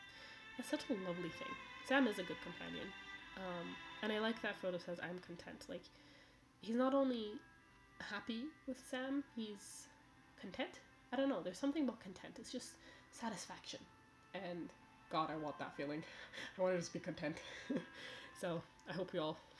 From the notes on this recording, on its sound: (Apologies for the audio volume, I'm still figuring it all out).